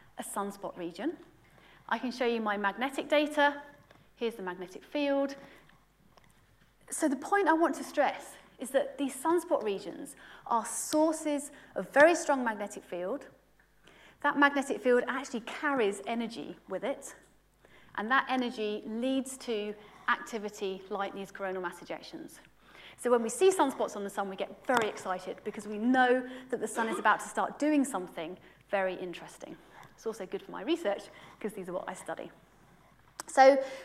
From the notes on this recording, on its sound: UCL Lunch Hour Lecture